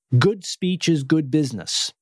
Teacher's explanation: Every word has about the same stress and same volume